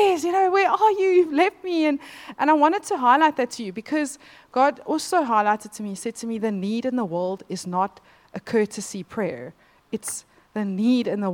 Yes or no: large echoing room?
yes